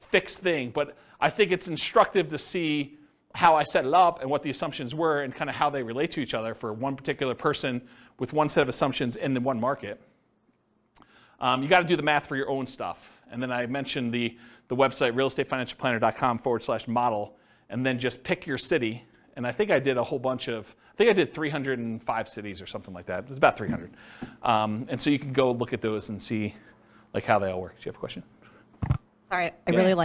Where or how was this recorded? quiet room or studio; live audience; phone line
live audience